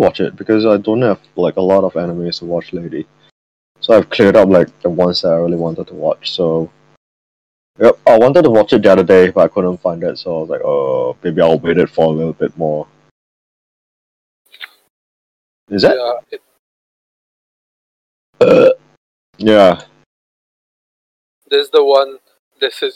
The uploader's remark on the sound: the outcome is pretty bad due to technical difficulties